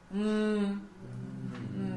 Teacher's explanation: 闭起来嘴巴，从鼻孔出音的 · Term: 鼻音